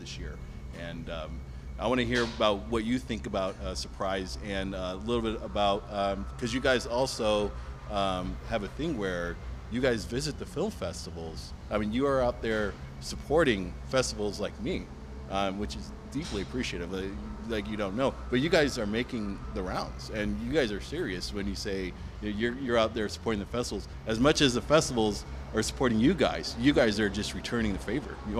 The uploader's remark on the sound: Live at the Death Parade Film Fest! Welcome to part two of our recording series that took place at the Death's Parade Film Fest in Red Bluff California.